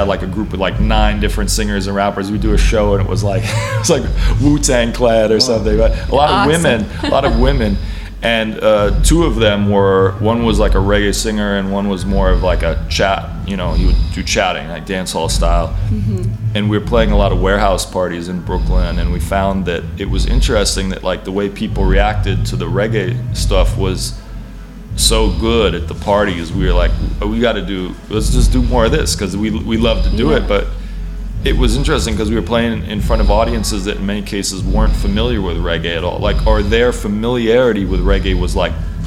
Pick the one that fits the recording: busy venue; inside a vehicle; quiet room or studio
busy venue